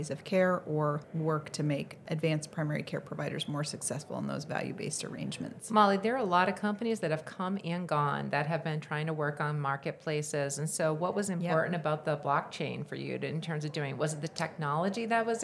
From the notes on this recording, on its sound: At the Vive 2023 conference I had the opportunity to speak with three CEOs and Founders